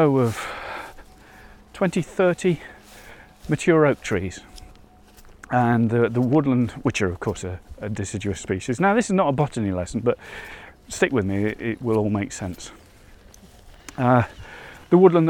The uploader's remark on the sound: Out on another walk. Heading towards the woodland.